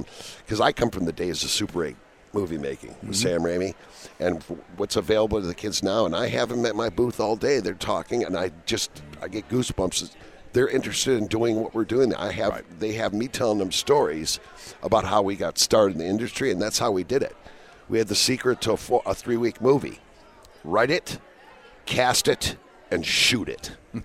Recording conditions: busy venue